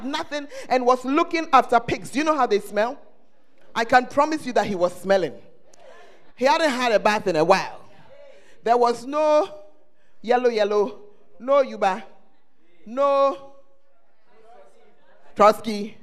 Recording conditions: large echoing room